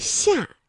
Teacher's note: 舌面啊是贴近硬腭来发音的